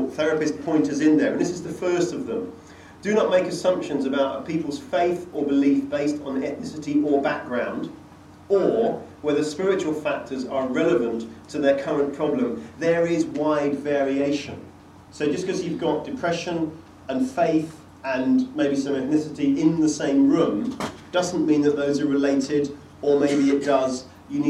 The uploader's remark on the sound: A talk given at a conference in London